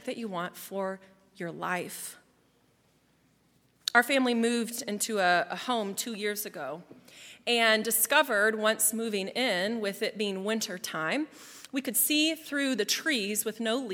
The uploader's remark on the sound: at Highland Baptist Church.